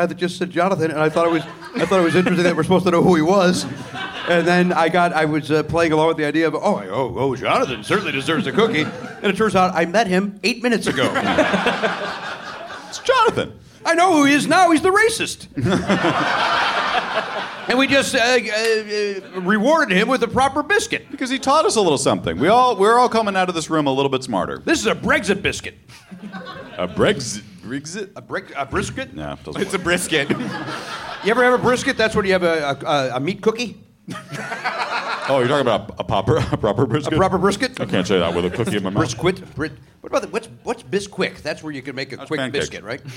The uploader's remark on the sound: Live at SF Sketchfest. Recorded at the Gateway Theatre in San Francisco on January 11, 2020 as part of SF Sketchfest.